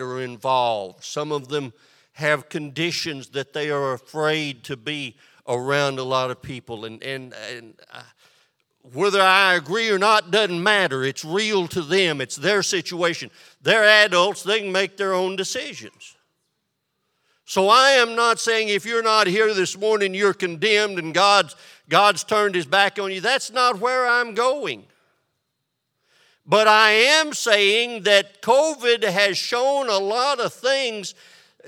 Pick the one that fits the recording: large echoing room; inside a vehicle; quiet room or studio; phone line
large echoing room